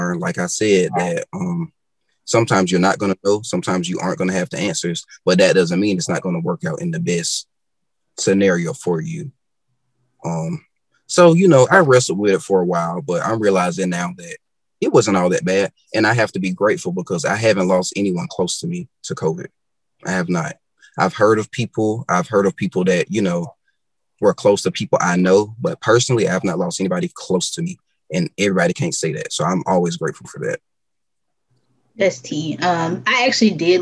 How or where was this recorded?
video call